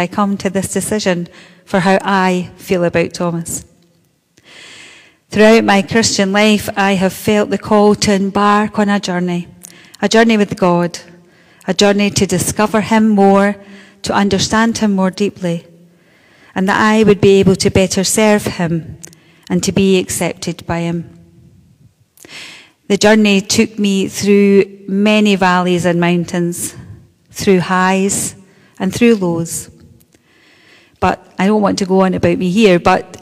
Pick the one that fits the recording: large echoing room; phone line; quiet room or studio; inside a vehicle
large echoing room